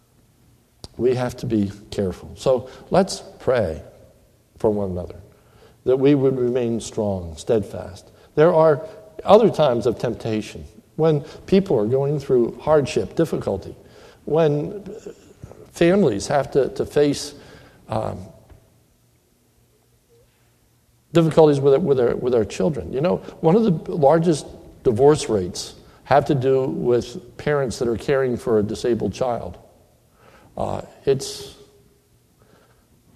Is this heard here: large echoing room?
yes